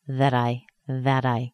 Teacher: So for example, if I say that plus I, now I have a T followed by a vowel sound, which makes the T sound soft